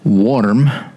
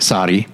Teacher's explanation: he rolled his R a little bit · Term: rolled R